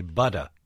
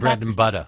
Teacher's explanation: we also often, in New York anyway, substitute a D for a T, so we'll say butta.